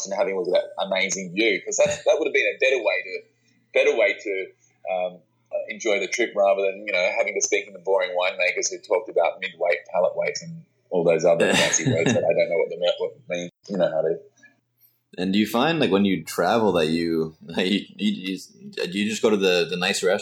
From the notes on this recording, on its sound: The sound quality came out a little shaky on this interview.